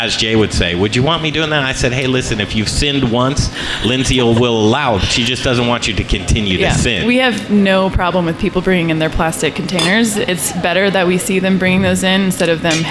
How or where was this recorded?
busy venue